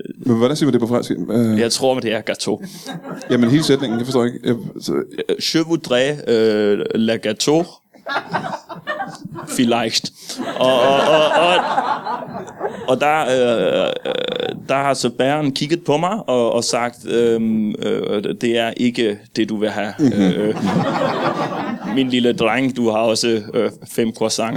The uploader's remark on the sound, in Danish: LIVE fra Zulu Comedy Festival